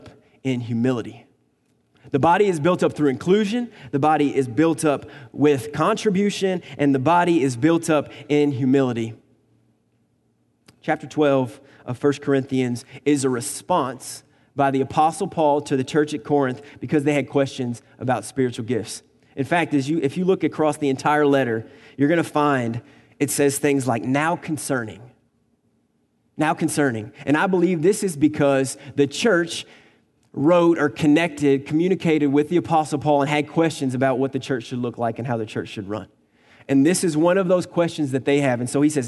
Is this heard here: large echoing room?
yes